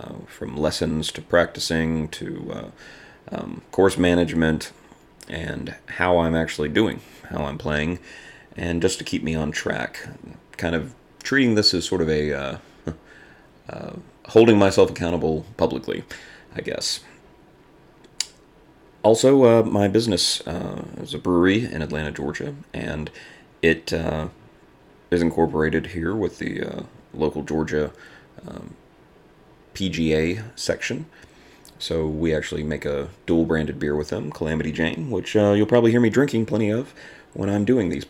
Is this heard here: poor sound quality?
no